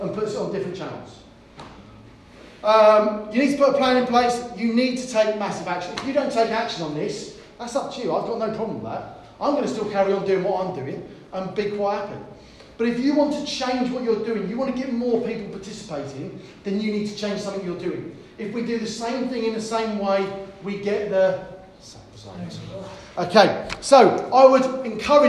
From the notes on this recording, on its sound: During the RYA Training Conference in Feb 2020, we delivered a presentation